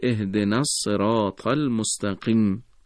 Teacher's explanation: و به همین جهت هستش که ما وقتی این عبارت رو با هم میخونیم تمام این همزه، البته به جز همزه اول، ساقط میشه و دیگه خوانده نمیشه، میگیم اهدنا الصراط المستقیم. · Term: همزه وصل